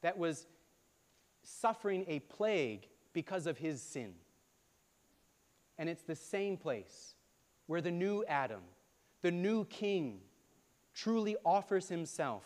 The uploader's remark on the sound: preached at All Saints Anglican Church in Charlottesville, VA on March 26, 2023